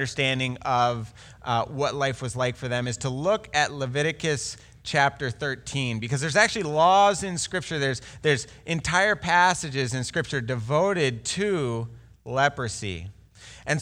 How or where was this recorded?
large echoing room